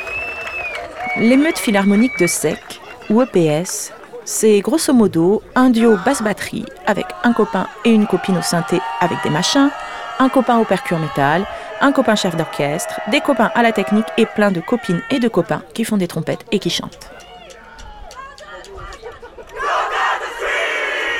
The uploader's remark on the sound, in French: Emission Starting Block produite et réalisée par CAMPUS FM TOULOUSE. Enregistrement réalisé dans la campagne tarnaise autour de Coufouleux.